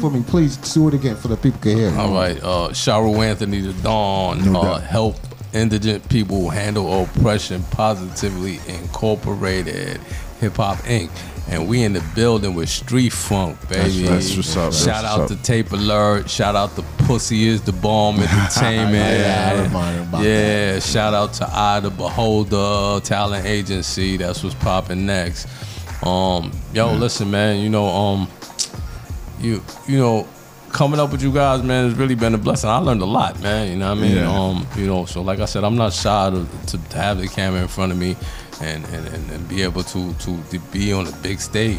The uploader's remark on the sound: We bring it to you live from FAIRLEIGH DICKINSON UNIVERSITY. SHOW getting shout outs in the crowd of party people.